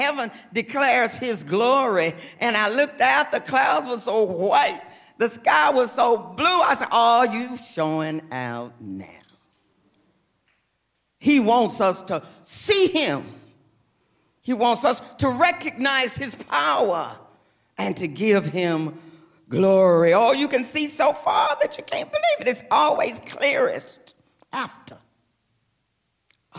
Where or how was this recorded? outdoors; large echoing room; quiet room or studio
large echoing room